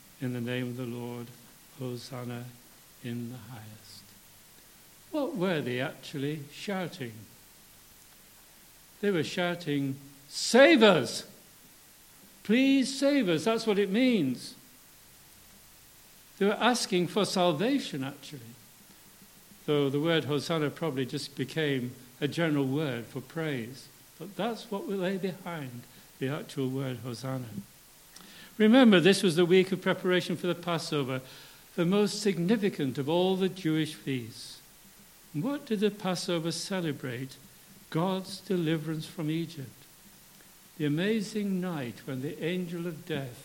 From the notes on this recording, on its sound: for our Palm Sunday Communion Service